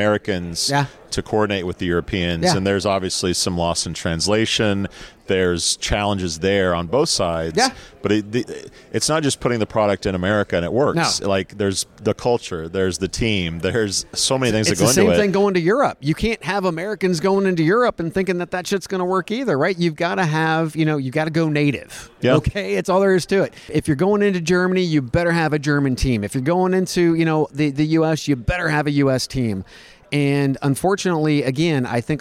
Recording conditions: busy venue